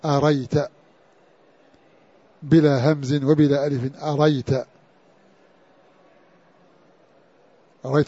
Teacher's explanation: نعم كسائي في قراءته أريت بلا همز وبلا ألف